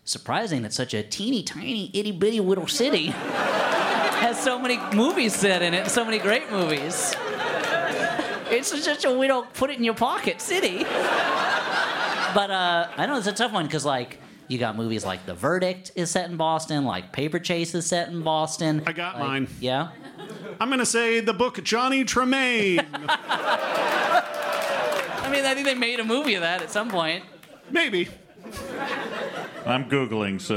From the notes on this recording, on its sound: this live episode, taped at Boston's CitySpace